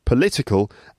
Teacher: And then the adjective political, the word stress is on the second syllable.